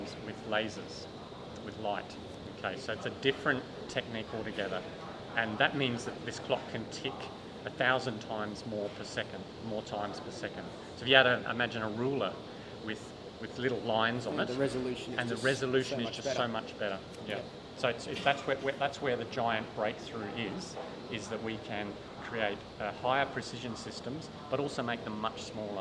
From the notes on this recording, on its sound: The episode was recorded at Land Forces 2022